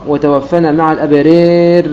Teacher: مع الأبرار ربنا وآتنا ما وعدتنا، لو وصلنا الآيتين مع بعض فيقرأها السوسي بالإمالة مع الإدغام